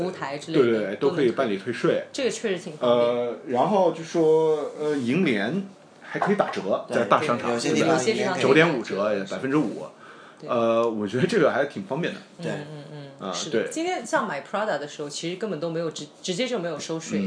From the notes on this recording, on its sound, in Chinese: 人在外地不方便录音才是真的。这期节目也是草草的用手机录音设备录下的。音质一般。实在没有力气好好编辑，就草草上传了。在东京百玩之中抽空帮我录节目。